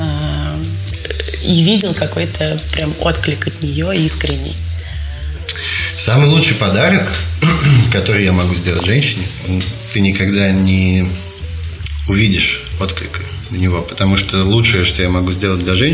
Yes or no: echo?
yes